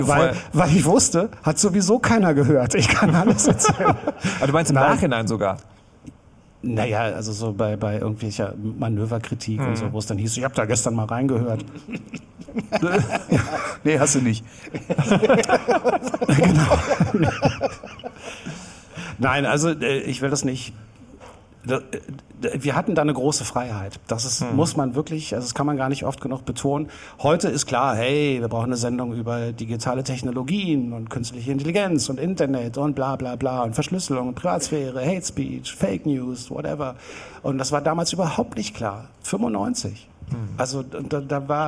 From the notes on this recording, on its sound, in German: Die Fritz-Abschiedssendung aus dem Säälchen in Berlin. Live auf der Bühne im Säälchen am Holzmarkt.